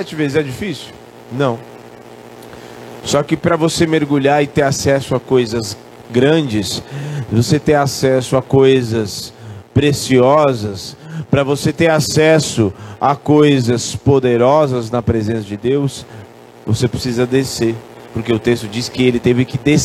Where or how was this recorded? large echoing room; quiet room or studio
large echoing room